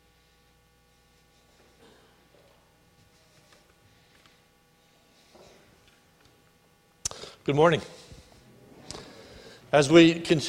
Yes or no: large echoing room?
yes